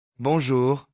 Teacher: 后半部分里那个颤音在喉咙后部轻轻摩擦，跟德语的小舌音很像。